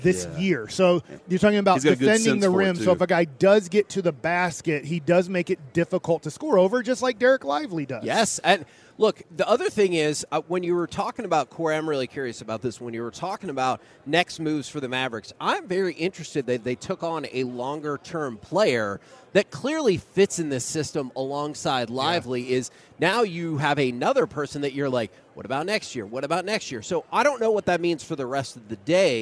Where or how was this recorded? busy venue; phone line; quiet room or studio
busy venue